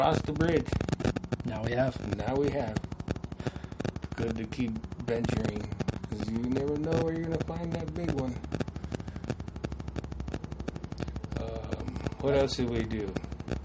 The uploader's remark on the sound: Apologies for the noise in this episode, we cannot figure out where it is coming from.